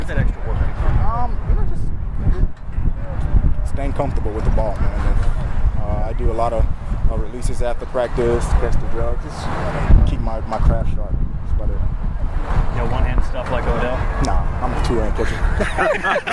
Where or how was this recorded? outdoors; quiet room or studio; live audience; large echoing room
outdoors